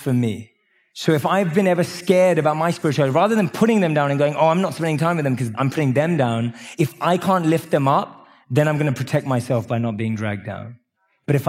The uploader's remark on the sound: Live from Mindvalley’s stage